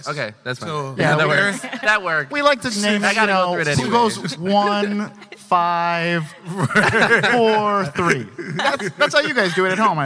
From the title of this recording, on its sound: LIVE From PAX East